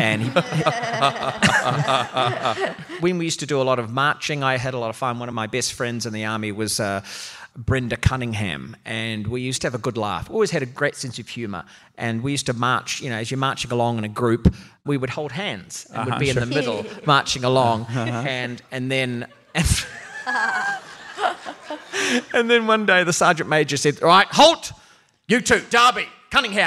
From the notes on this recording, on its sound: Armchair Expert Live from San Antonio at the Dad 2.0 Conference.